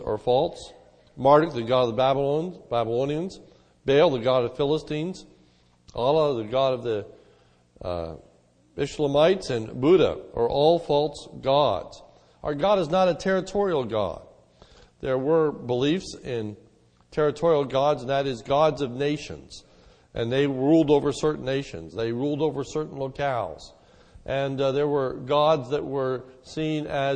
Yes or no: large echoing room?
yes